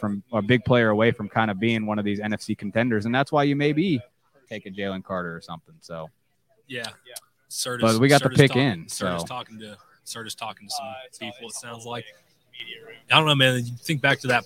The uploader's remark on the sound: Live from the NFL Draft in Kansas City. We covered the entire first night of the NFL Draft from start to finish.